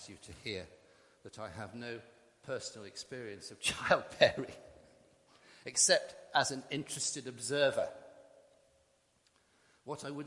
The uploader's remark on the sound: Christ Church, Bayston Hill (UK)